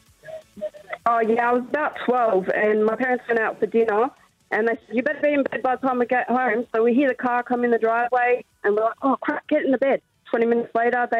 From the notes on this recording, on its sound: We had some crazy calls